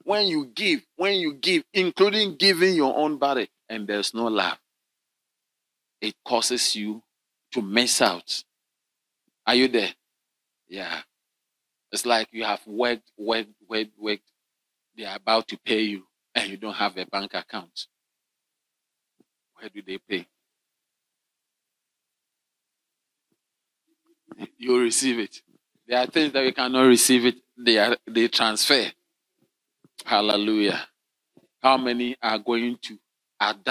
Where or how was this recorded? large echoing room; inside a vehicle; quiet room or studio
large echoing room